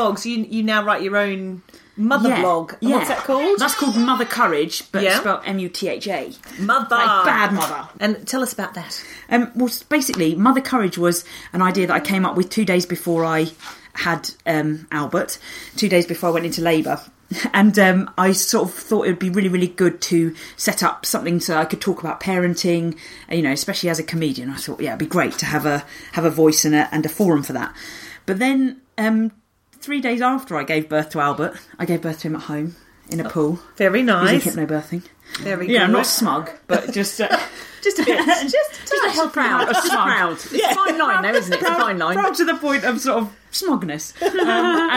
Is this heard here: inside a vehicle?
no